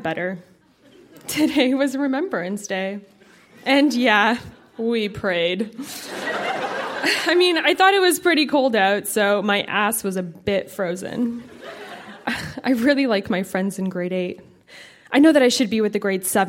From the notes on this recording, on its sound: Recorded live at the Royal Cinema in Toronto.